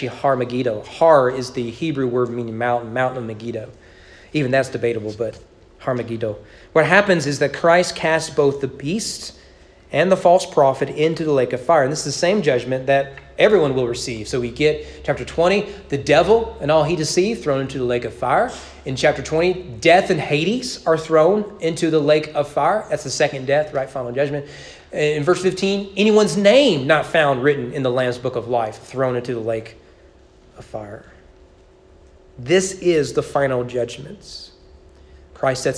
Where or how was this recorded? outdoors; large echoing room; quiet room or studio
large echoing room